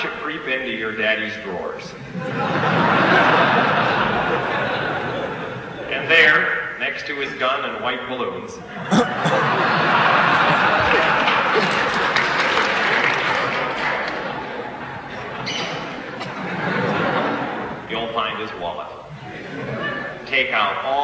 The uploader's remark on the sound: Live, UCLA 1/23/74. Live at Royce Hall, UCLA - 1/23/74.